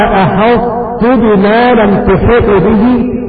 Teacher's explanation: تدغم الطاء في التاء، ولكن هذا الإدغام ناقص لأننا قد احتفظنا بصفة الإثبات والاستعلاء في الطاء